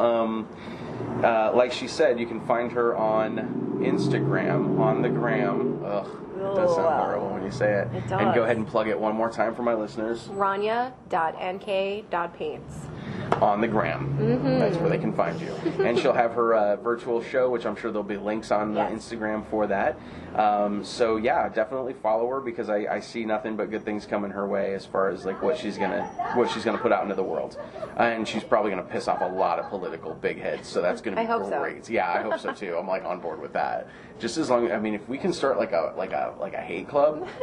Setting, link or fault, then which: fault, background noise